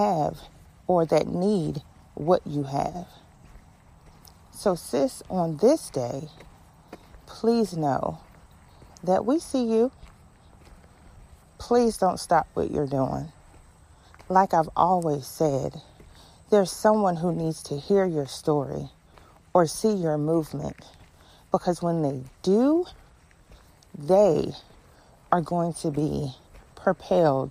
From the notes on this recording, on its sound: This episode was recorded during a walk.